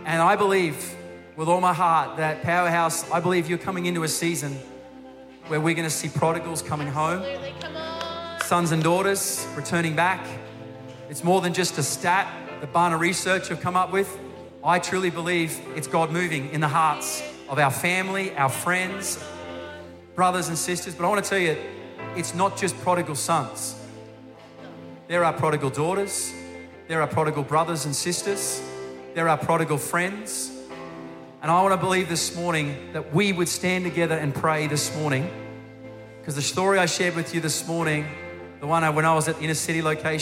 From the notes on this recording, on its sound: Recorded during our 9am service